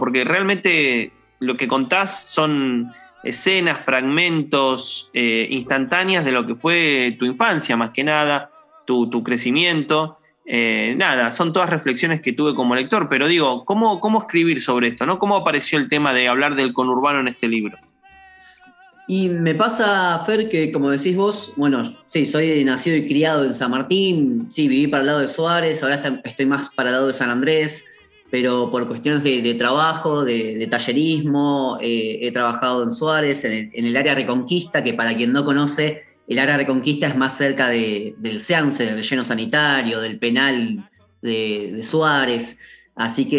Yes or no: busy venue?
no